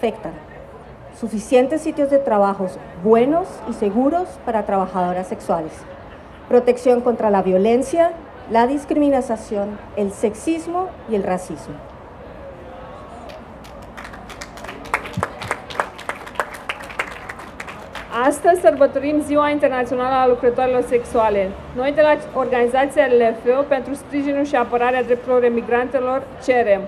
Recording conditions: outdoors